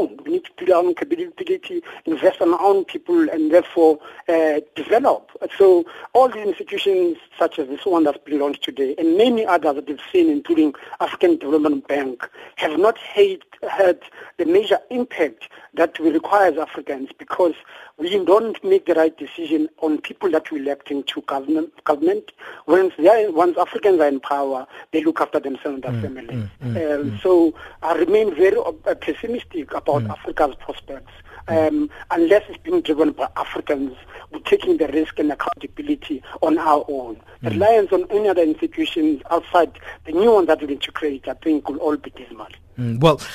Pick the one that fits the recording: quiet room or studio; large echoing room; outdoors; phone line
phone line